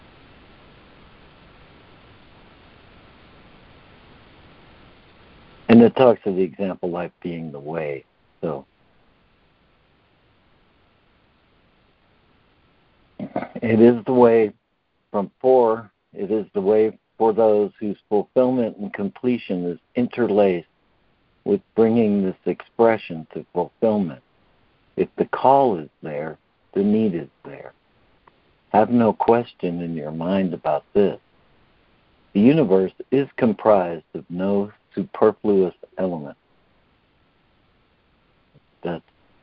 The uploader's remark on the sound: ACIM Daily Conference Call